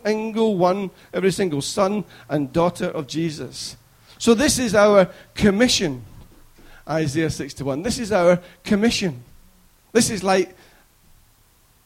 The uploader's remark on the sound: Recorded at freedomcentre church, Preston.